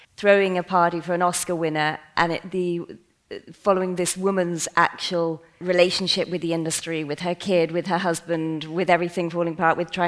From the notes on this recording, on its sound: Evolution Mallorca International Film Festival 2023. Another panel featuring four high profile panellists. On stage at the Sala Rivoli in Palma. In this recording of that event.